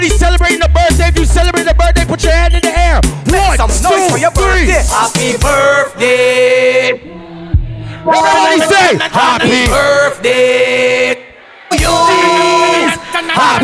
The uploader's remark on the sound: Live Audio. At "LIVE SOME LIFE".